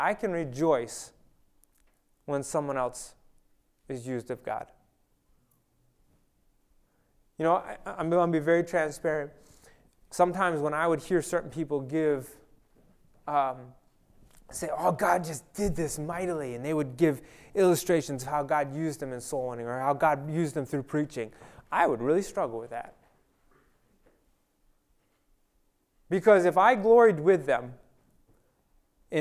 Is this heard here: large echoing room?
yes